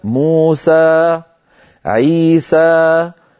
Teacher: عي حركتين، سا حركتين، مجموعها عيسى أربع حركات